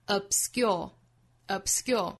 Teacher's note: into it,后面半句 prejudice always obscures thetruth。后半句的一个要点就是 obscure 这个词里面这个 b 的发音不要十足爆破啊，不是 obscure 而是 obscure, obscure 相当于只上下嘴唇眯一下之后就过渡到后面的音了，不能真正的爆破发 b， b 不是 ab， ab 而是 ab， ab 在这个位置憋一下 obscure,obscure。那 s 后面的清辅音不送气，不发 obscure 而是发成 obscure，从 k 的音变成类似于 g 的发音 obsc